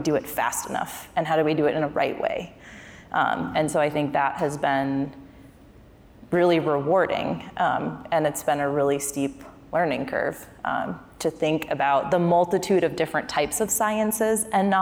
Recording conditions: busy venue